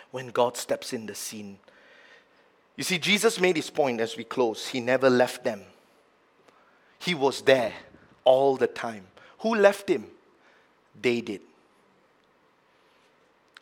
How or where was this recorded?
large echoing room